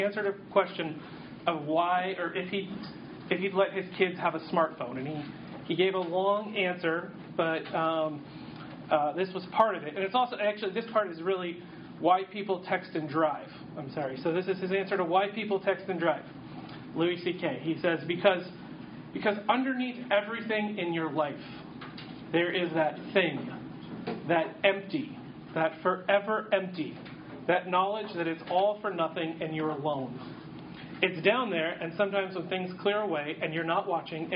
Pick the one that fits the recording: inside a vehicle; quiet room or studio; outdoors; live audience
live audience